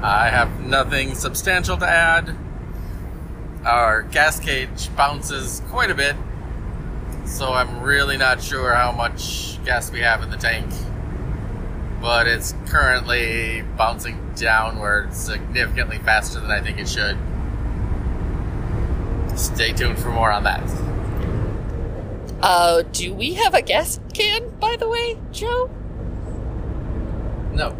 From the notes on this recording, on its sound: The first attempt at recording a podcast on the road and things are working fairly well so far.